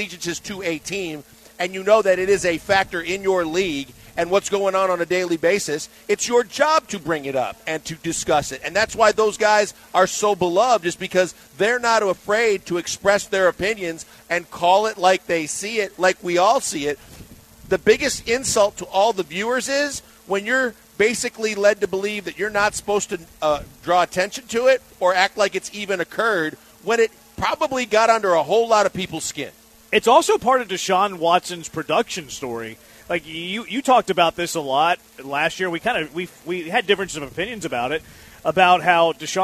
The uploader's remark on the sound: LIVE from Drift Bar in the Heights!